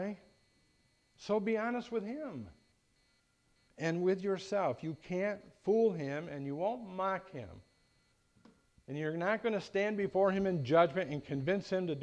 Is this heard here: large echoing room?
yes